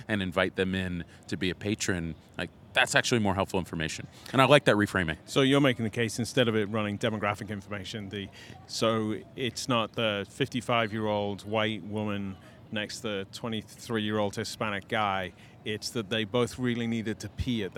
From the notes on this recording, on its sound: “Live” from San Antonio de Valero Mission of The Alamo.